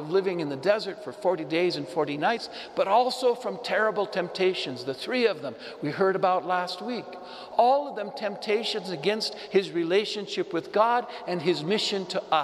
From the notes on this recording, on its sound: Homily delivered to the Saint Francis Catholic Community in Cuenca, Ecuador, (Iglesia de San Francisco).